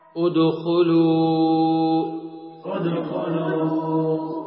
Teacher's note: قطع الهمزة بالضم عند الابتداء